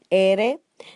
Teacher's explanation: So roll that tongue, but you don't need to say that strong because it's only one R